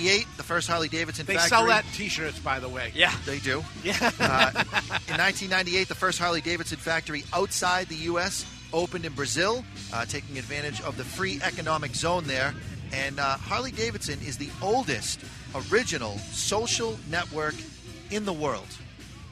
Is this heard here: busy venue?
yes